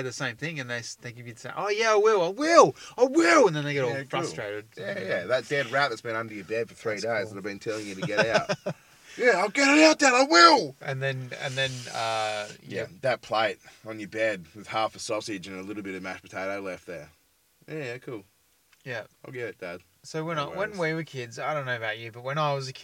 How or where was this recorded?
inside a vehicle